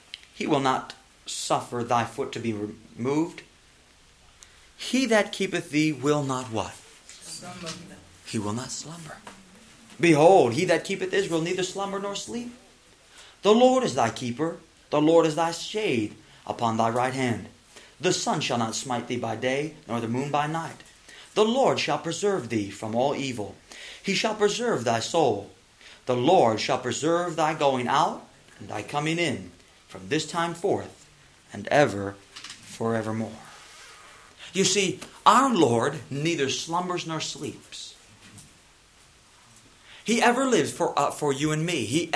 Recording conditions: large echoing room